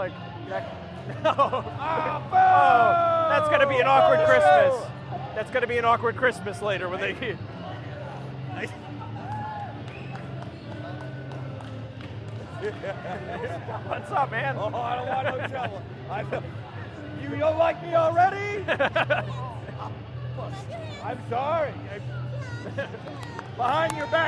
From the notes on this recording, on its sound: We went to the ECPW: Hudson Valley show. We recount the experience and include some of the commentary recorded live at the show.